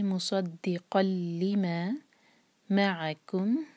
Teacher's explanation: صوت کا ہیوی پڑھیں گے، اور قاف کی تنوین کے بعد لام ہے، تو تنوین کے بعد یرملون میں سے کوئی لیٹر ہو تو ہم کرتے ہیں ادغام. اور اگر تنوین کے بعد لام یا را ہو ان لیٹرز میں سے تو ہمارا یہ ہوگا ادغام بغیر غنہ کا. ناک میں آواز بالکل نہیں جائے گی